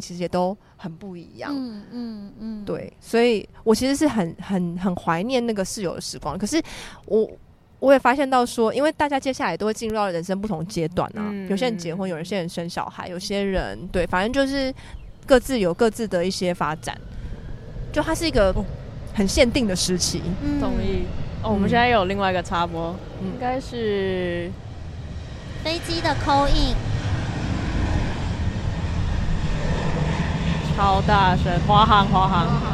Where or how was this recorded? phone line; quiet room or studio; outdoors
outdoors